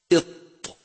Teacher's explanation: يخرج حرف الطاء من طرف اللسان مع أصول الثنايا العليا مصعدا إلى جهة الحنك الأعلى، أي أن نلصق ظهر رأس اللسان بأصل الثنايا العليا بالضغط · طرف اللسان مع أصول الثنايا العليا مصعدا إلى جهة الحنك الأعلى، أي أن نلصق ظهر رأس اللسان بأصل الثنايا العليا بالضغط إلى جهة الحنك الأعلى